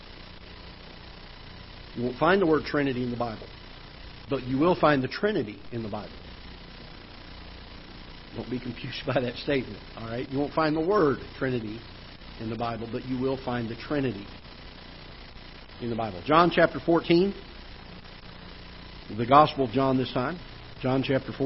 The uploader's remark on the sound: Ketha Heights Baptist Church ~ Live Broadcast